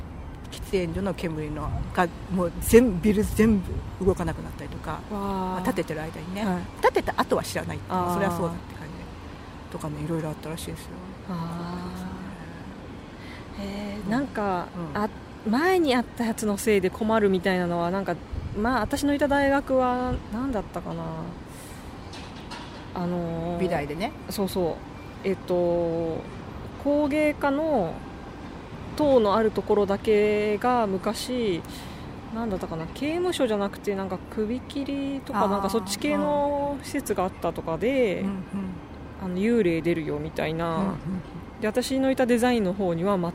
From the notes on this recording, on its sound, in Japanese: はじめての野外録音なので音量が分からなかったので各自調節よろしくお願いします。若干ホロ酔いなので。